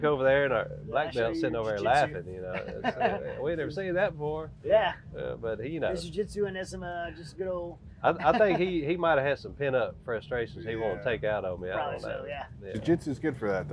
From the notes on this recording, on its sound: In Maryville, Tennessee at the Smith & Wesson Grand Opening and Fall Festival.